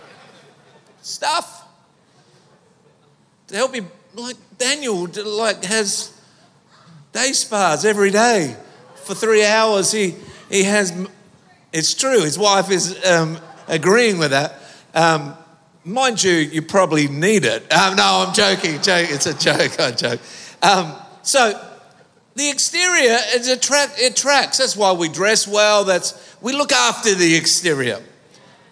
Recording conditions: live audience